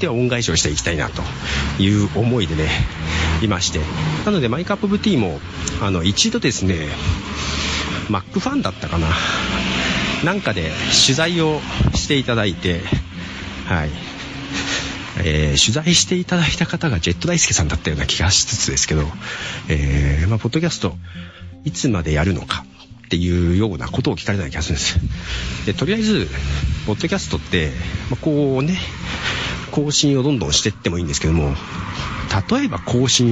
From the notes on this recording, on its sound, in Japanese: 外で歩きながら録音をする